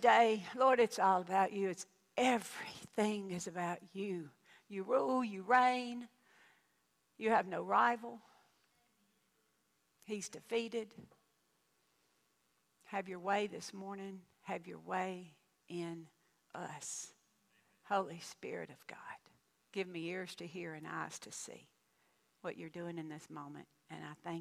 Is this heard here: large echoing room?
yes